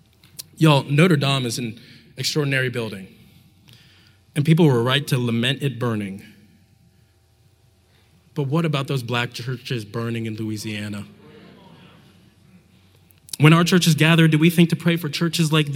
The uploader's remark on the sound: Talk from the JUST Gospel conference, which took place in Atlanta this past May, and it was hosted by The Front Porch.